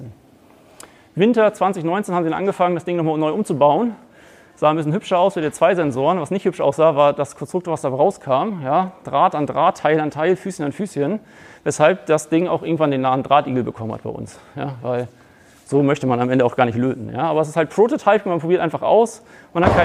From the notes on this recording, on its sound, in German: Ein Vortrag im Rahmen der Night of Open Knowledge (Nook) in Lübeck